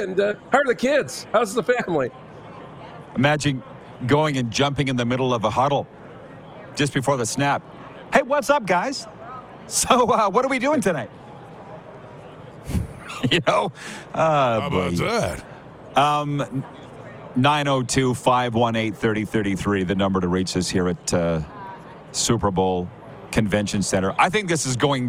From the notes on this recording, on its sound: LIVE from Radio Row at Super Bowl in Las Vegas, Nevada!